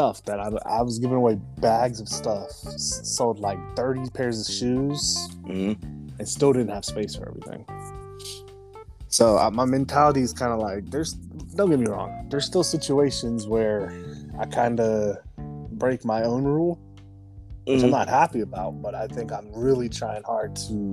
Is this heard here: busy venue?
no